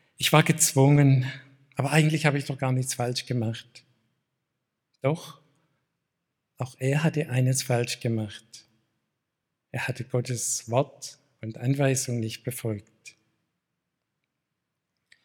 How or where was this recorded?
large echoing room